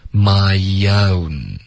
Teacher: 因为 my 结尾有一个 e 的音，然后从这个 e 滑到 o，你的舌头会降下来。就导致一个很轻的一个 y 了。My own.